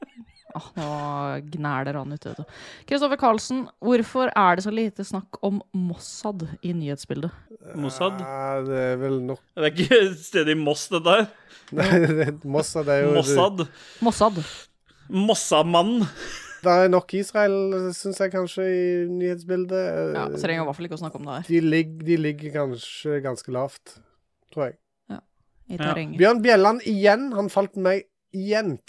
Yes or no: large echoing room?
no